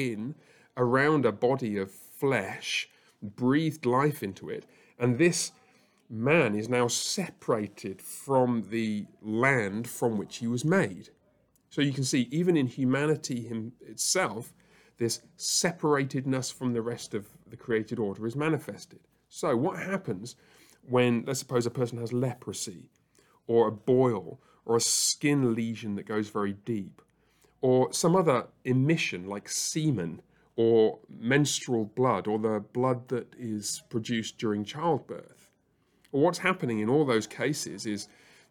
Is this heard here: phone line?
no